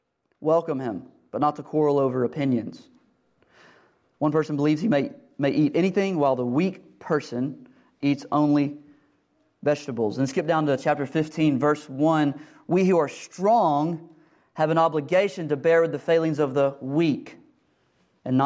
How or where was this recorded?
large echoing room